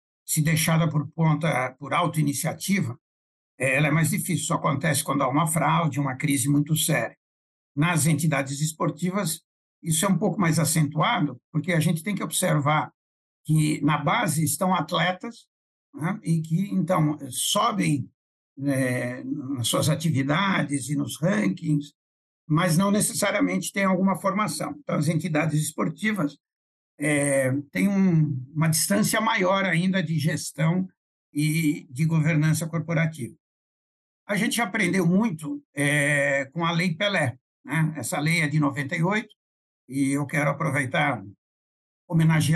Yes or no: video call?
yes